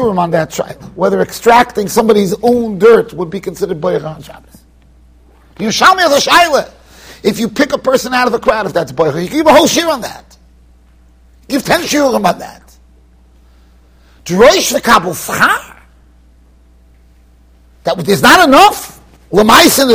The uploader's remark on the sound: Shiur recorded in Yeshivas Ohr Reuven, Monsey NY.